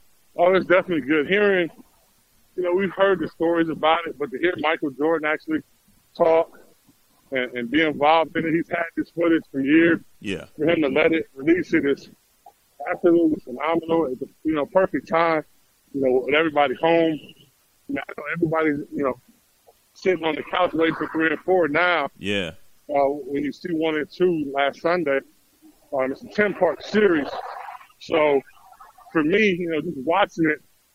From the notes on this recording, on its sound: on the Beach walking